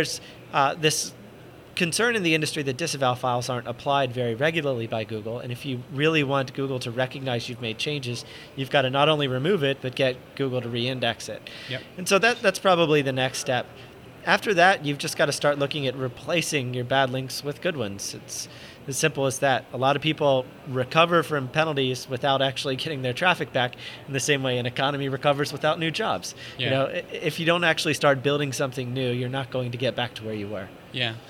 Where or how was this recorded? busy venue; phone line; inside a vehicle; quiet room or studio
busy venue